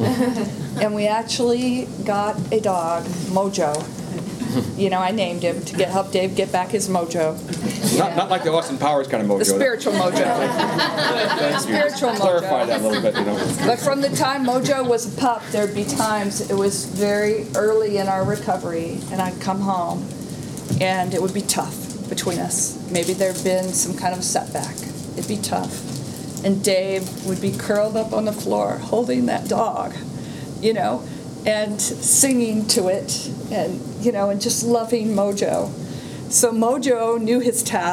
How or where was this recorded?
live audience